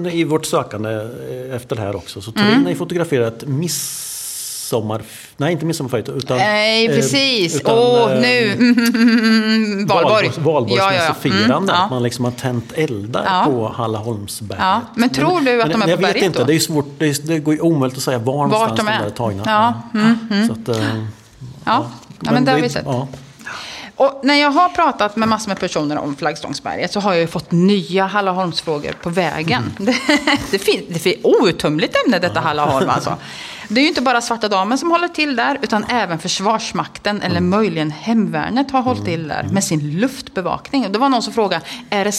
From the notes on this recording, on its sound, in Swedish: Gör för första gången sin pod inför publik och Åtvidabergs bibliotek arrangerar.